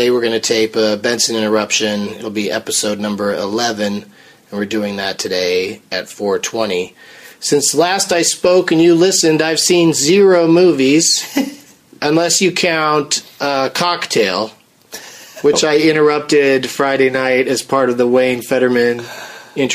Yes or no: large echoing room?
no